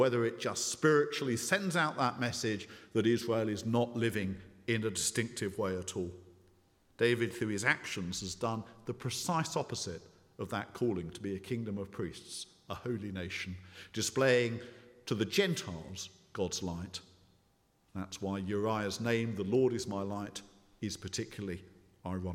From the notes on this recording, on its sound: speaking at the 9:30 service